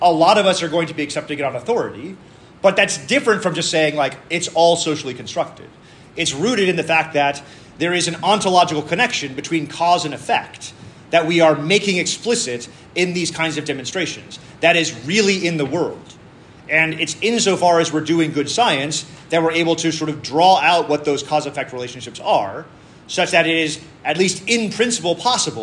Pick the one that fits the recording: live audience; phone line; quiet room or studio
live audience